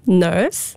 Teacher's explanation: New Zealanders round their lips when they're pronouncing nurse, the nurse in hospital.